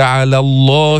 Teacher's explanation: لام لفظ الجلالة هنا سبقها فتح، تفخم تغلظ اللام